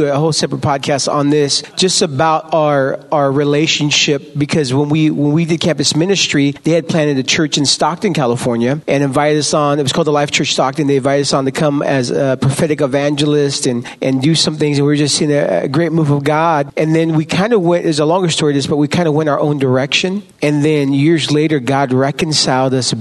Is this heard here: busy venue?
yes